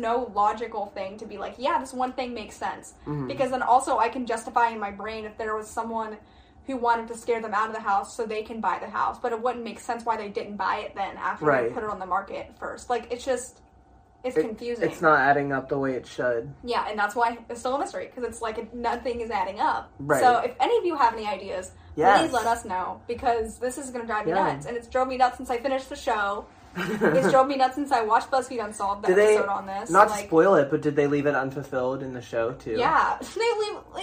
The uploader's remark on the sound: Sorry for the background noise, our microphone audio busted!